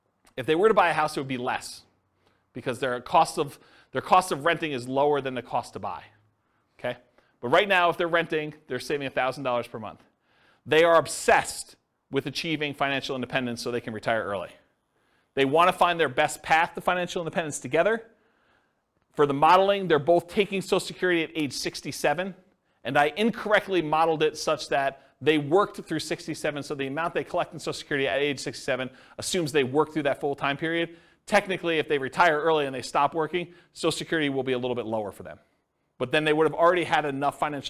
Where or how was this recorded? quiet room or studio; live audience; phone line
live audience